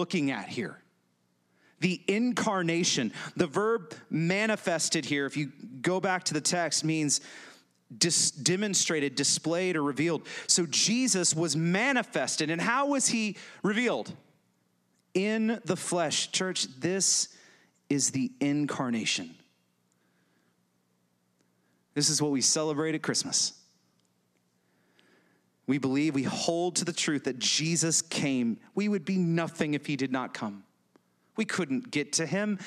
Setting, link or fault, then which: setting, large echoing room